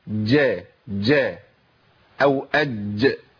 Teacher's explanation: في ناس بتنطق الجيم مشوبة بدال